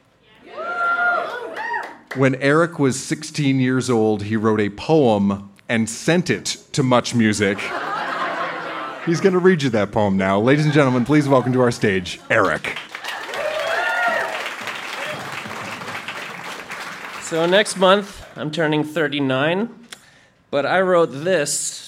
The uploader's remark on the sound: Recorded live at the Mercury Room in Edmonton, AB.